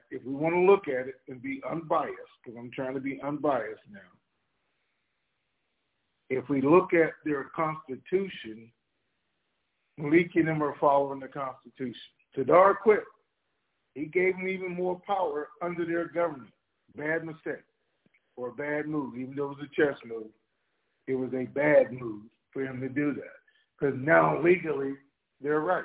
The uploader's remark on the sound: TNTSuperfantastic Conference Call.